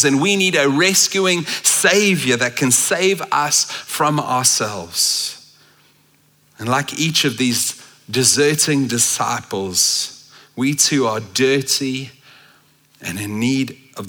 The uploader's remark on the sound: at Common Ground Church Rondebosch on the 3rd of December 2023